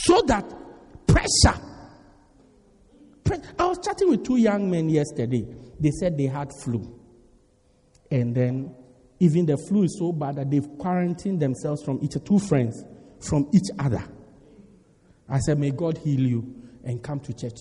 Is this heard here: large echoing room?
yes